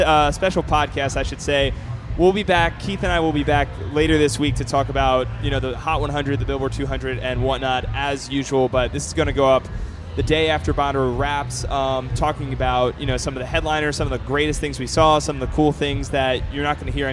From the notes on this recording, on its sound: Hosts live from Bonnaroo 2014. To discuss the festival live from Manchester, Tennessee.